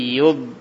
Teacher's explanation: Nah, yud cuma memanjang saja, bukan memantul. · Term: istitolah